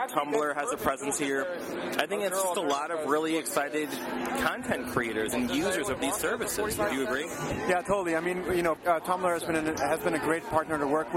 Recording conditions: busy venue